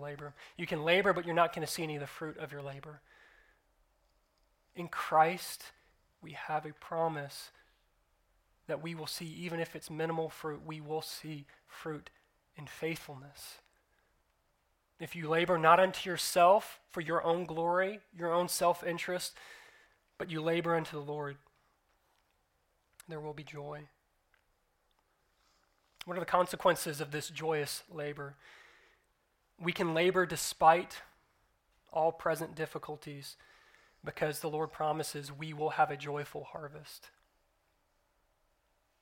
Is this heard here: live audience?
no